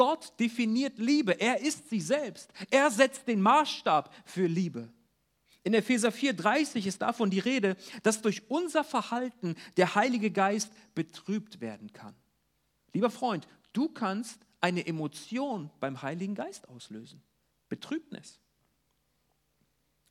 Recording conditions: large echoing room